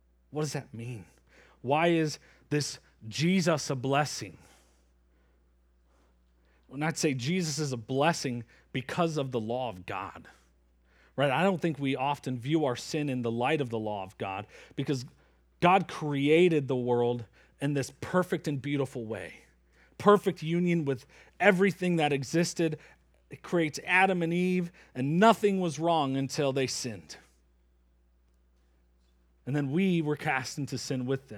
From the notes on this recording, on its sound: Preached from Acts 3 at Springbrook Church in Antigo, WI.